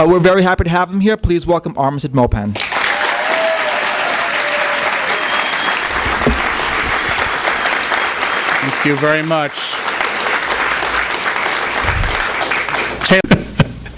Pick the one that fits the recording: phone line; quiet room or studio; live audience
live audience